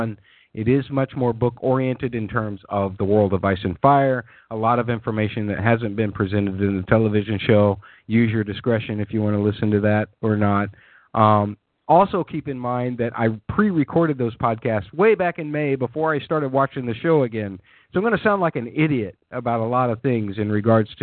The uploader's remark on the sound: Fan Call In Show.